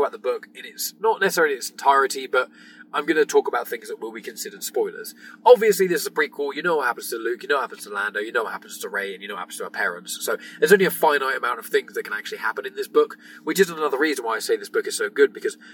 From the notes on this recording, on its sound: recorded this in his car, so the audio quality isn't as good as it usually is